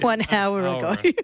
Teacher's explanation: in hour, you don't really pronounce the H.